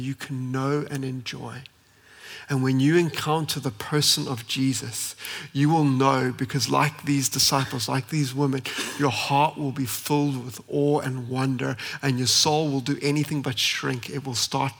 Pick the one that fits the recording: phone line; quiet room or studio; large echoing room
large echoing room